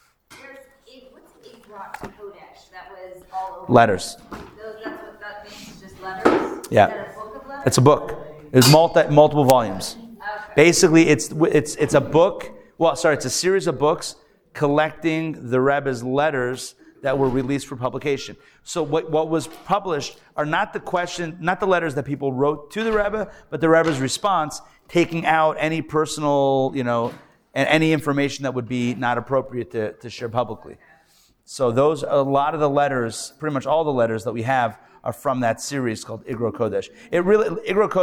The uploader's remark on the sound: Recorded Live at The Torah Center ATL on Wednesday, February 7, 2024